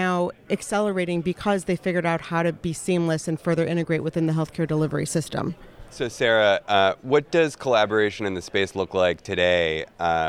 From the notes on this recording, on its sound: Live from JPM.